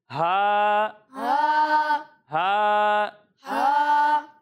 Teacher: جب ہم ہا کی ادائیگی کریں گے تو اسے حلق کے نیچے والے حصے سے پڑھیں گے